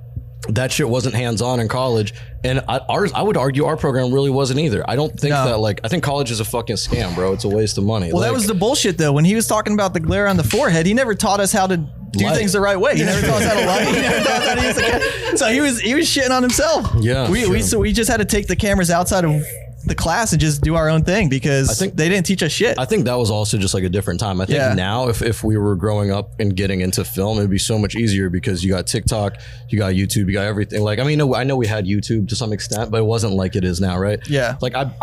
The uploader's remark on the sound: LIVE at Wandering Barman!